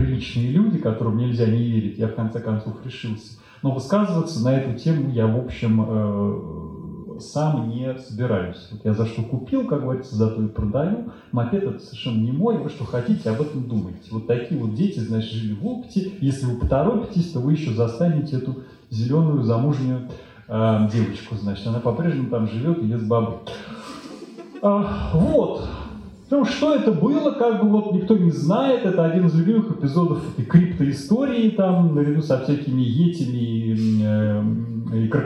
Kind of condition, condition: setting, large echoing room